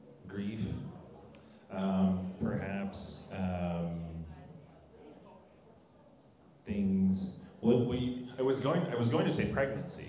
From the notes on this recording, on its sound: This episode was taped LIVE at Venture Cafe Philadelphia in November 2022.